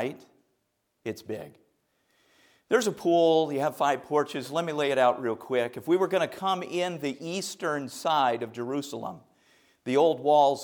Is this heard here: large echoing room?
yes